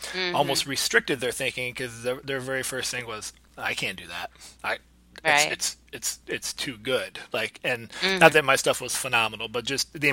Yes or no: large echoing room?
no